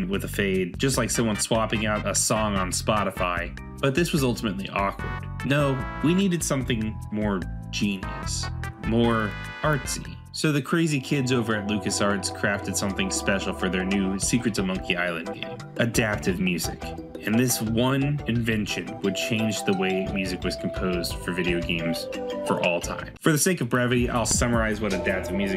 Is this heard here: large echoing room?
no